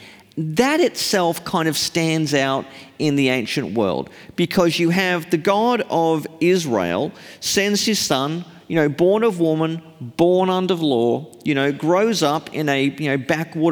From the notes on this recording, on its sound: Live from Melbourne. In this live episode, recorded at the Melbourne leg of the Undeceptions Conference.